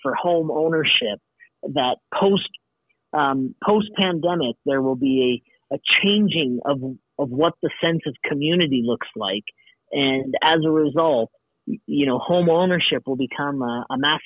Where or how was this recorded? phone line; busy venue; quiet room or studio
phone line